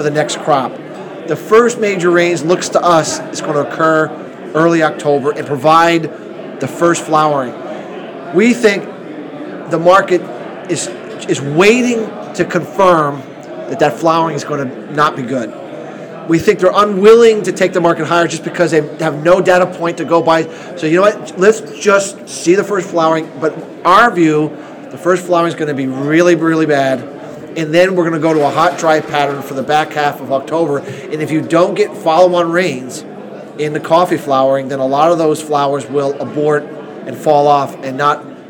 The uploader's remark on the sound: live at the Moving Iron Summit